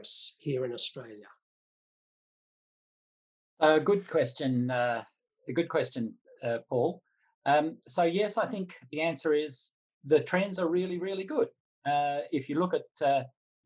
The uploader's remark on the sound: Planning for recovery: Australia after the pandemic - Webinar recording. In this Grattan Webinar recording, a panel of policy experts provided perspective on these questions.